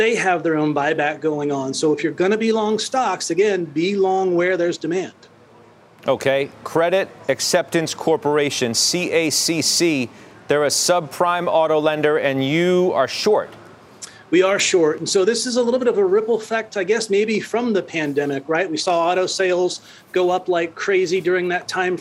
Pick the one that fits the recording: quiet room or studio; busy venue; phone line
busy venue